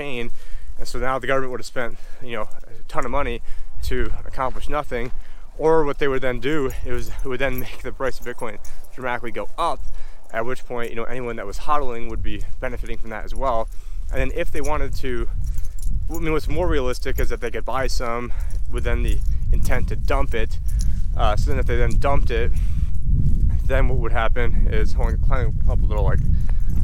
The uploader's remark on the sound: In this walk and Talk